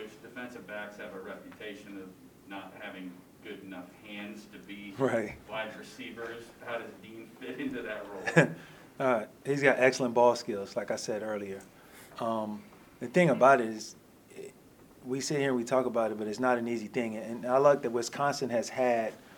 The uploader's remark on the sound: airing the full press conference